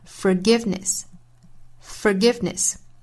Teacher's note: that the violet sheds on the heel that has crushedit。美音之中唯一有差别的呢就是 forgiveness 这个词，美音读成 forgiveness，就是第一个音节包含一个 er 的音